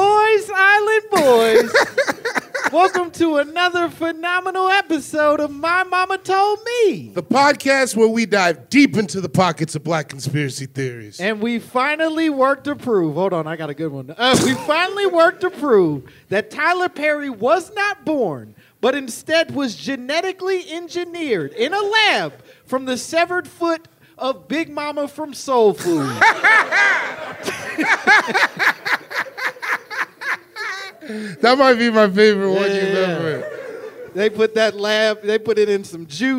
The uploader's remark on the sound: Live from Chicago!